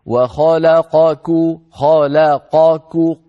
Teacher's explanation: أظن هذا يعني عندنا أمر بسيط اللي هو الآية 101 آخر سطر في الصفحة، وخلق كل شيء جل جلاله، وخلقكو خلقكو قا القاف مفخمة كو الكاف مرققة ومخرجاهما قريبان من بعضهما، وخلقكو فعلينا أن نبقي القاف مفخمة والكاف مرققة، فلا نجعل الكاف تتأثر بالقاف المفخمة قبلها ولا العكس، ولا نجعل القاف يضعف تفخيمها بسبب مجاورتها للكاف.